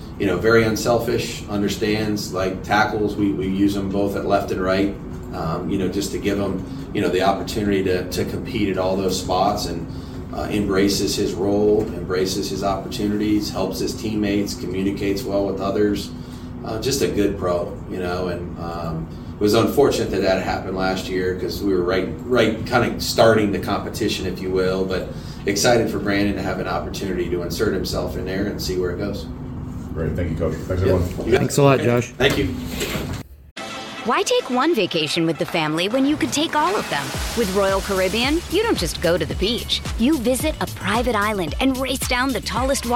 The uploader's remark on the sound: Full Press Conference. Take a listen to the entire press conference courtesy of Las Vegas Raiders Insider.